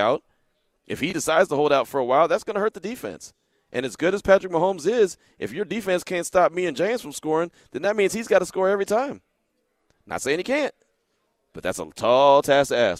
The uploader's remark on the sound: LIVE AT CIRCA SPORTS